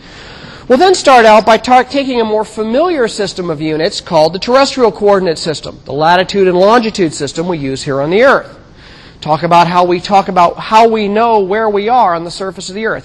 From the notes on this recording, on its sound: Recorded 2007 Sep 25 in 1000 McPherson Lab on the Columbus campus of The Ohio State University.